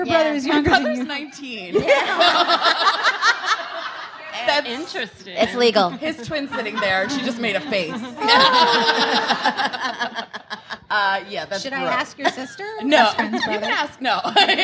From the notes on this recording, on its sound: Live from The Strand. We have audio, courtesy of the fine folks at The Strand!